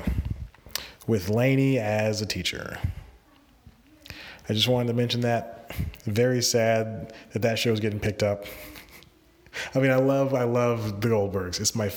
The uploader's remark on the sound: Live From the Bathroom. Recording this episode in his bathroom.